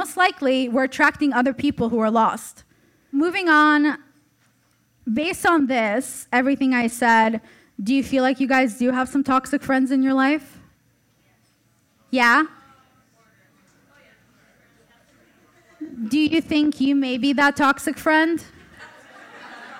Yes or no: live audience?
yes